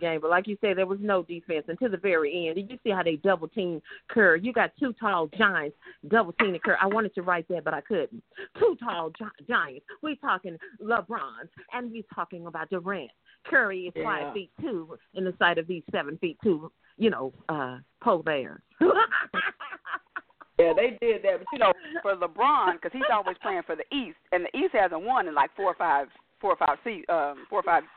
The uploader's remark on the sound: your phone calls